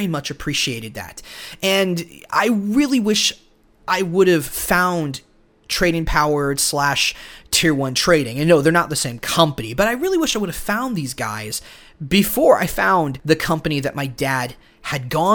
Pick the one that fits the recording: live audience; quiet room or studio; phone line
quiet room or studio